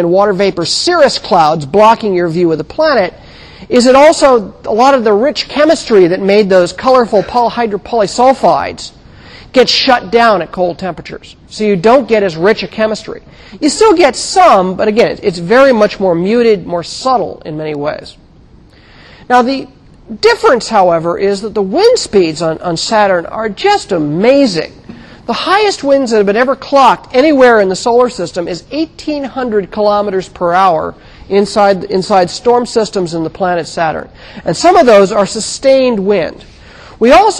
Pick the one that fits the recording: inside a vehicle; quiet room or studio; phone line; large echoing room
large echoing room